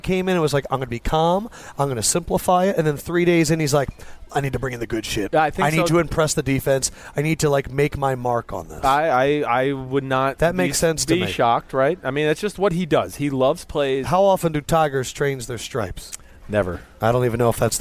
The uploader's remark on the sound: tonight's pod was taped in the San Jose airport during a flight delay